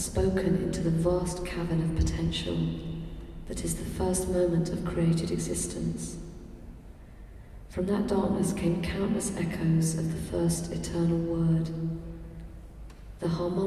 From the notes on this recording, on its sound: In this final session of the Moot Lent Course 2012 at the Guild Church of St Mary Aldermary in the CIty of London